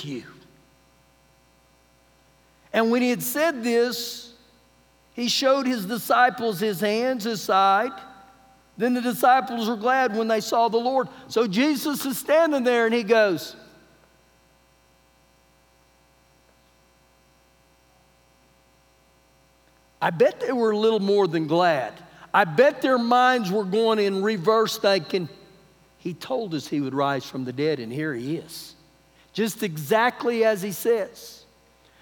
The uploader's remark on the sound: Recorded live during our Wednesday night service